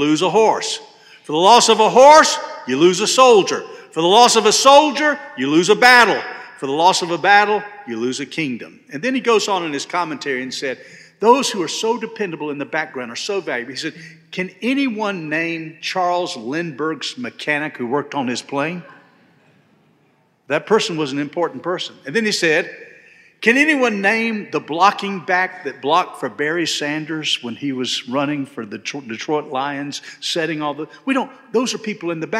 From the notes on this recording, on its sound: This sermon was delivered on September 17, 2023 at First Baptist Church Hendersonville, NC